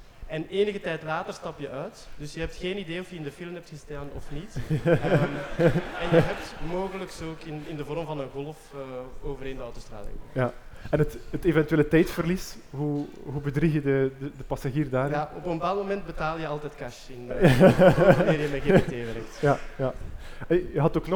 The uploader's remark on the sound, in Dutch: Dat was de vraag tijdens een panelgesprek van Eos Wetenschap op het Nerdland Festival.